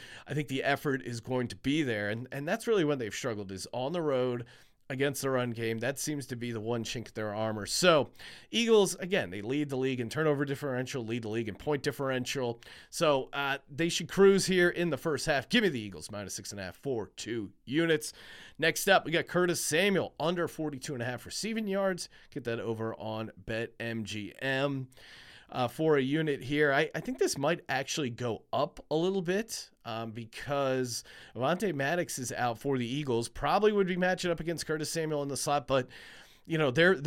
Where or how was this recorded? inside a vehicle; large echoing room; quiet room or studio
quiet room or studio